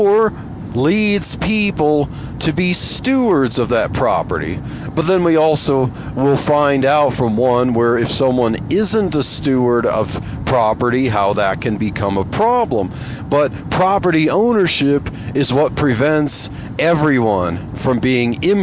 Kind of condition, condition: setting, inside a vehicle